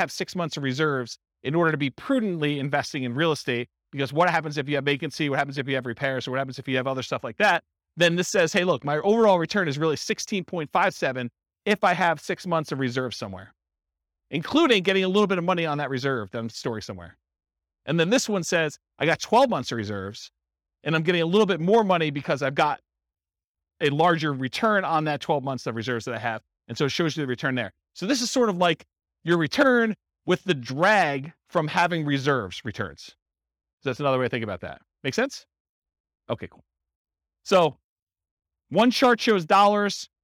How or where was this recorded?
live audience